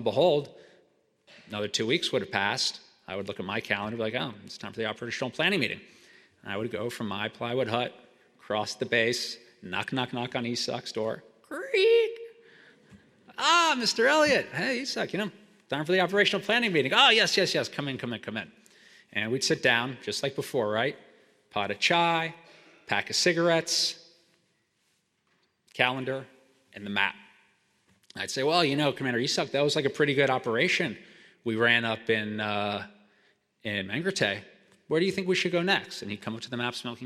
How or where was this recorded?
live audience